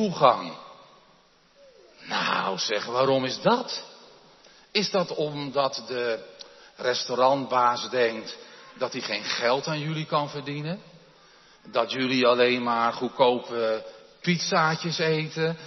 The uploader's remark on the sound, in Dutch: De preek is op 15 januari 2023 opgenomen in de Jeruzalemkerk in Groningen